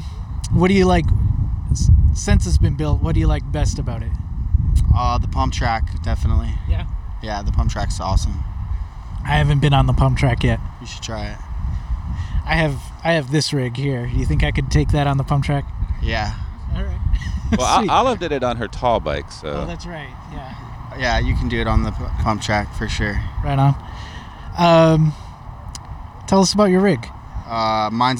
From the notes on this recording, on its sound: Loaded up the mobile recording equipment and headed out to Gateway Green, the first bike park in Portland, Oregon. Gateway Green is located in East Portland and offers an asphalt pump track as well as single track trails.